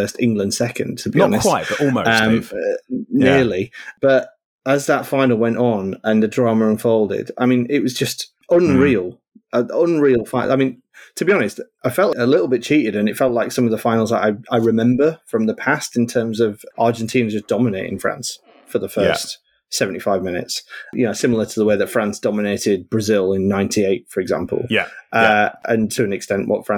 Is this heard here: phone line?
no